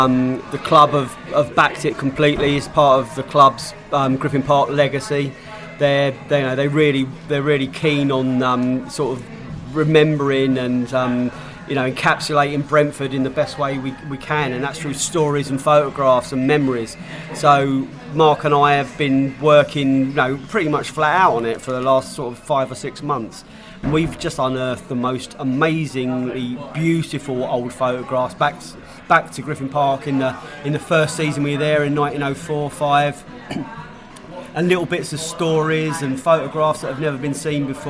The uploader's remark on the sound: Bolton pre-match podcast from the pub.